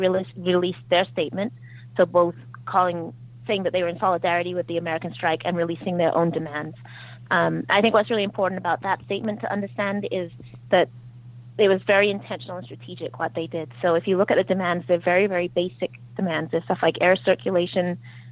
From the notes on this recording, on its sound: got together by phone